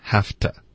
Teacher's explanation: 位置、哎、挪出空间。这个英文跟中文是反过来的一个逻辑，中文会说给什么东西、腾出空间，英文会说我们得腾出空间给什么东西。对，所以这个开头的这段是死定的，这个句型的部分 We haveto，这个针对说得做什么东西呢，我们都会发 haveto，OK，所以这个 v 的音肯定会轻化